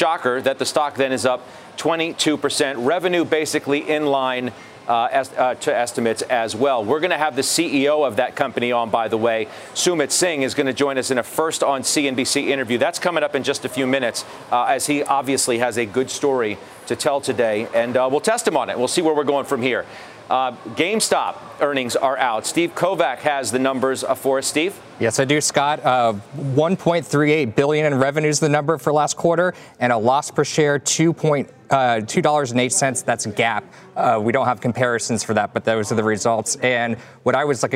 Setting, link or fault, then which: setting, busy venue